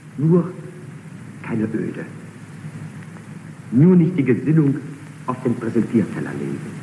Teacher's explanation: wir haben auch eine etwas tiefere Stimmlage und es klingt sehr, sehr positiv. Es klingt fast schon verführerisch, offen. · Es ist eine behauchtere Stimme, die sich ein bisschen zurücknimmt, die mit einem gewissen Lächeln in der Stimme daherkommt.